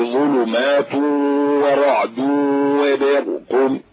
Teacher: ويجب تخليص باء برق مخافة اختلاطها بالراء والقاف